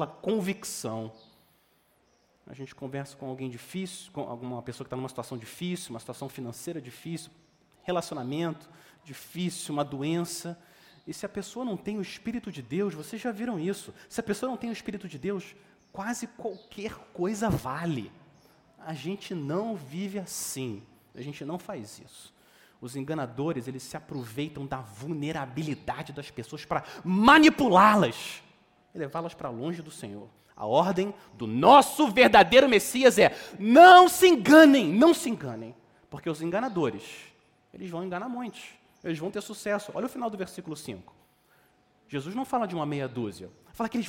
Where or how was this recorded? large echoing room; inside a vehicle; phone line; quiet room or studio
large echoing room